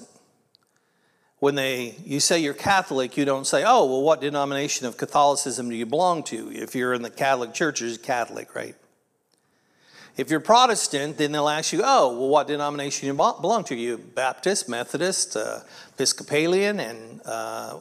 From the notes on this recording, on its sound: This was originally recorded at Palestine Church of Christ on Aug 20th, 2023.